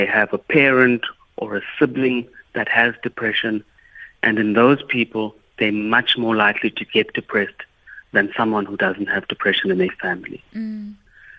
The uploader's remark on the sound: we are joined on the line